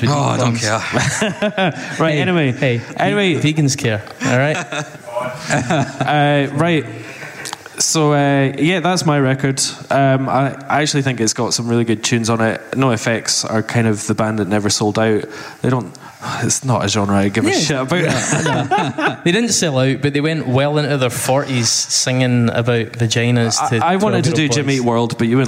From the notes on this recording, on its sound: The Pop Punk Mixtape LIVE. We take some questions from the audience too.